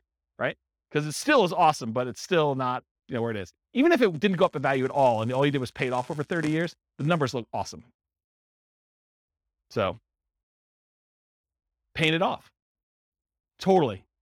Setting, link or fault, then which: setting, live audience